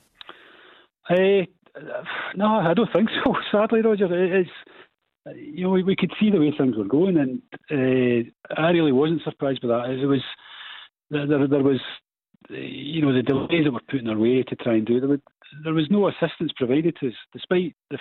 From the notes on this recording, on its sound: take your calls and play our Clyde 1 Superscoreboard Lockdown Quiz